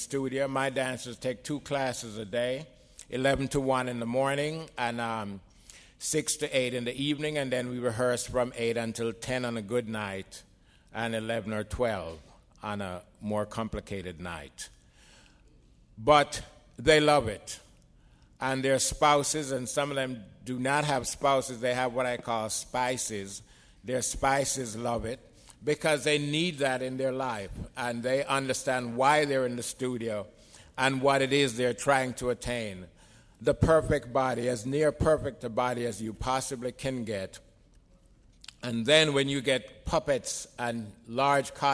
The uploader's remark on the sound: In this podcast, recorded at the Academy of Achievement's 2001 Summit in San Antonio, Texas.